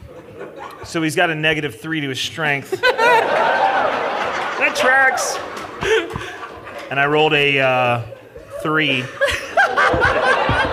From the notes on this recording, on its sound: This is our live show at Dragoncon 2023! If you’re wondering why the audio quality is a little different from most other episodes, its because we recorded it live in a grand ballroom in front of a live audience!